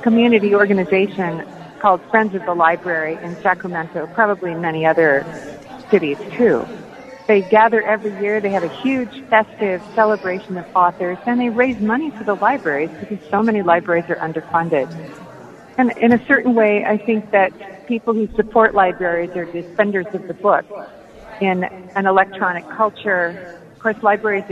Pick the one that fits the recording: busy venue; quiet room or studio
busy venue